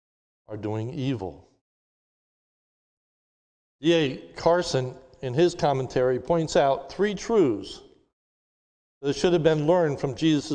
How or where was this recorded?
large echoing room